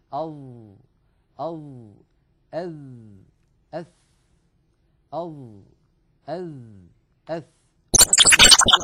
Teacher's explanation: الظاء والذال والثاء تخرج يا إخوة من منتهى طرف اللسان مع أطراف الثنايا العليا، نضع طرف لساننا على طرف أسناننا العليا هذان الثنيتان اللتان في مقدمة الفم. · Term: الأحرف اللثوية